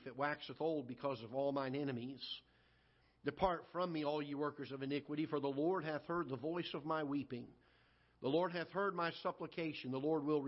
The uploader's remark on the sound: Ketha Heights Baptist Church ~ Live Broadcast.